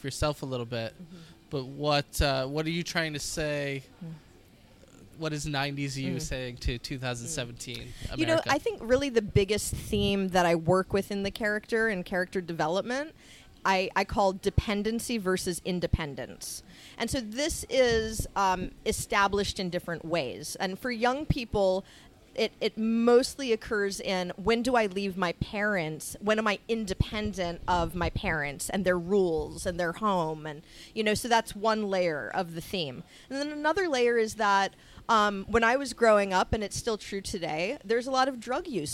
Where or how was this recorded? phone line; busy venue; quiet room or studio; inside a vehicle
busy venue